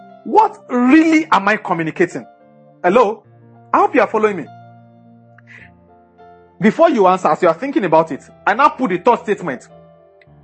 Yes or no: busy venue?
no